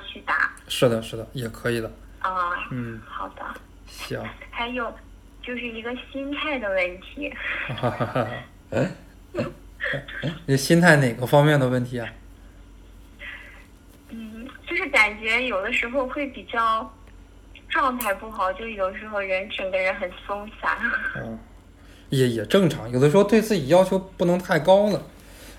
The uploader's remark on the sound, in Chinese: 学员电话回访录音